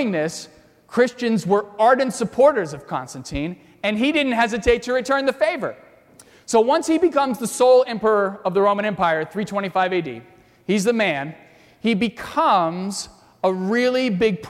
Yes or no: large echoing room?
yes